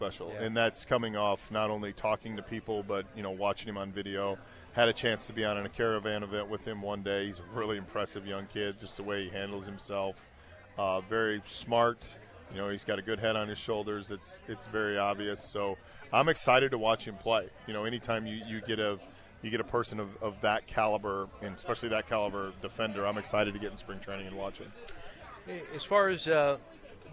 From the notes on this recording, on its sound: LIVE from PiratesFest Friday night at PNC Park